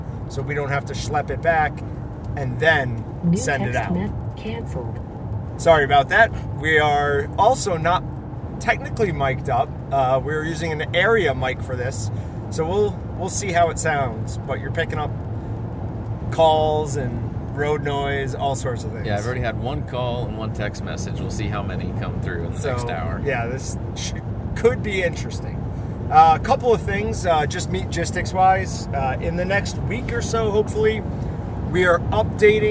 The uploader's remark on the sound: Stuck in the truck traveling to Missoula, Montana, as they head to Rendevous put on by BHA.